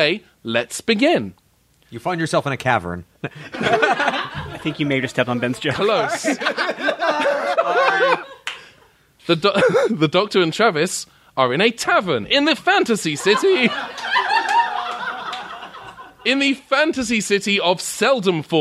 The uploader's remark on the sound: Presenting our live show recorded at the Geeky Teas Geekeasy in August 2019!